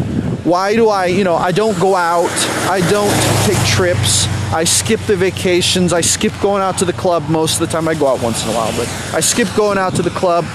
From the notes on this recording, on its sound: while walking along the side of the road while it's raining at 6 AM in the morning.